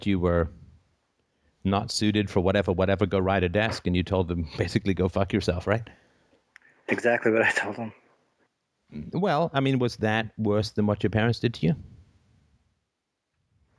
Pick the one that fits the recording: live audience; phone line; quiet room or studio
phone line